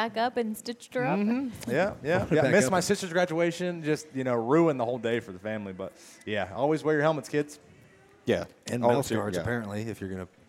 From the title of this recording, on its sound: Live from Daytona